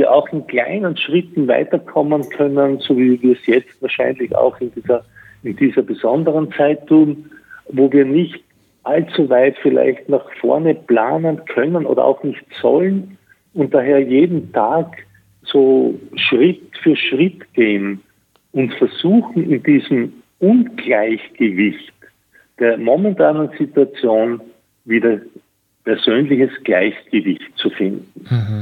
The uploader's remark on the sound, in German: in einem Telefoninterview